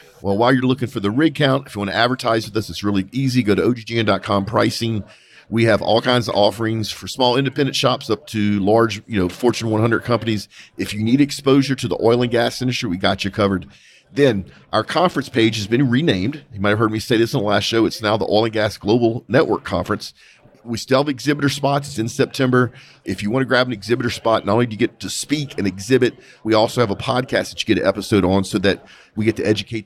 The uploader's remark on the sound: Live from the SPE Oil and Gas Symposium